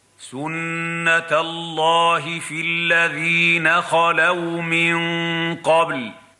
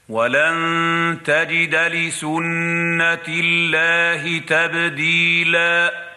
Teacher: نطقنا بداية الآية سنة الله بتفخيم اللام لأن ما قبلها مفتوحا، ونطقنا بقية الآية لسنة الله بترقيق اللام في المرة الثانية لمجيء التاء ما قبلها مكسورا.